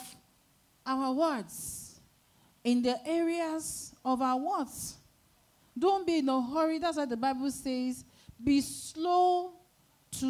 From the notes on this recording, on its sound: Sunday Service Held at Royal Grace Chapel, Lagos, Nigeria